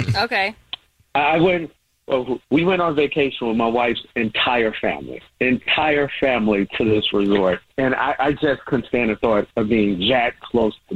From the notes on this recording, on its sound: The guy on the phone